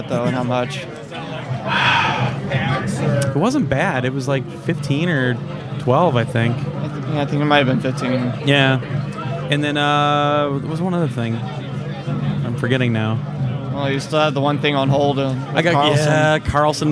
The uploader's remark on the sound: Live recording from the 2013 Midwest Gaming Classic, as we’re joined by many of the folks that made the trip to Brookfield, WI.